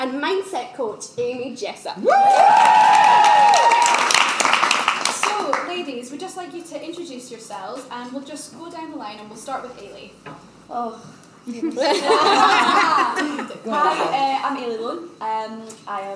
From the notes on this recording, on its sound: Industry Minds x Bumble LIVE Podcast Event. Industry Minds and Bumble UK team up to bring you a live podcast.